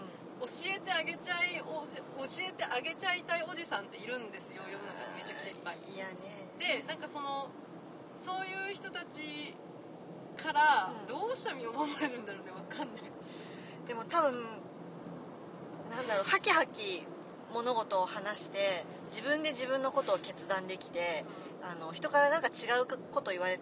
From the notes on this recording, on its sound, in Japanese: の最終日を見てトークショーも見てきた当日の車内で無計画に収録したよ！車の中の雑音やナビの音が入っていて臨場感があります。。。突然始まっていろいろしゃべって突然終わるライブ感満載な回になっています。